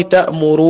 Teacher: فجاءت في سورة الزمر قل أفغير الله تأمروني أعبد أيها الجاهلون. هنا أدغمت نون الفعل في نون الوقاية فصارت نونا واحدة مشددة